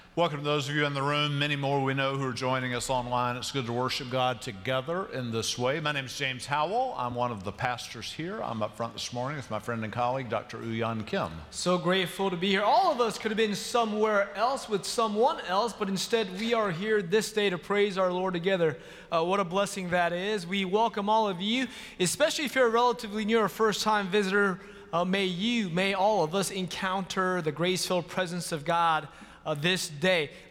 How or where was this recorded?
large echoing room